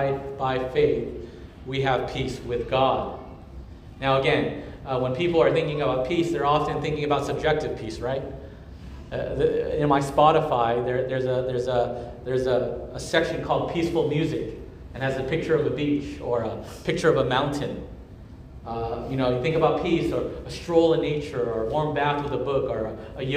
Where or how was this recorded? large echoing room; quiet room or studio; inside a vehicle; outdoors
large echoing room